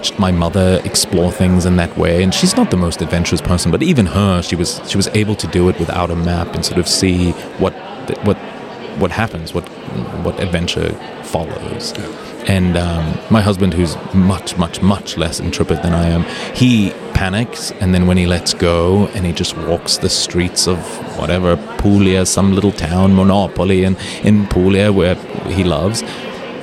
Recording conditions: busy venue